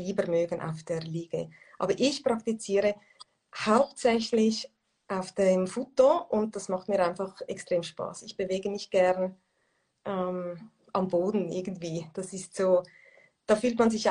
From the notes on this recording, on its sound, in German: Letzte Woche habe ich ein Instagram live geführt